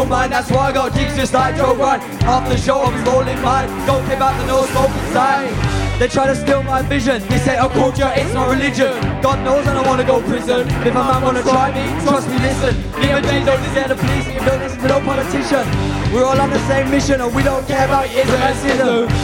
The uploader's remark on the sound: Live At Muthers.